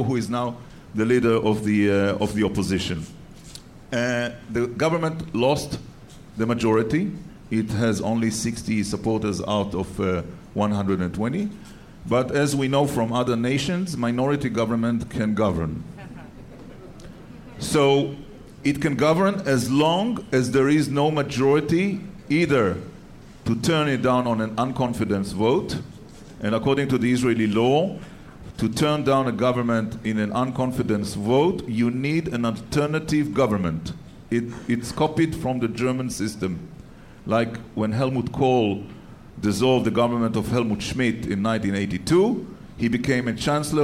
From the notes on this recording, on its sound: as part of the first-ever live taping of The CJN Daily